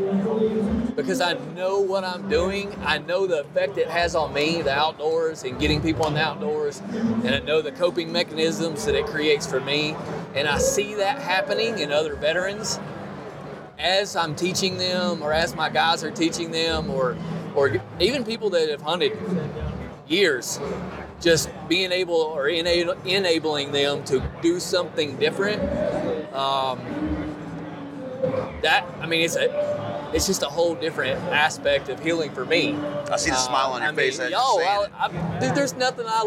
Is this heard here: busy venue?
yes